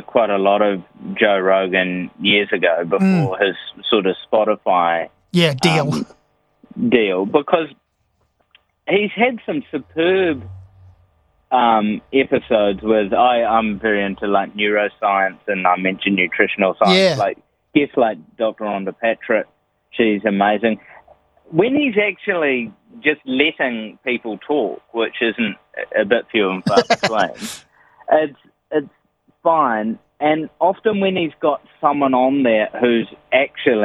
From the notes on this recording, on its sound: A phone conversationw with TV host and comedian